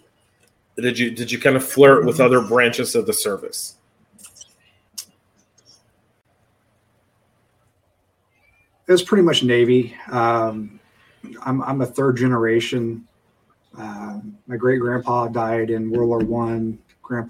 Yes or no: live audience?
no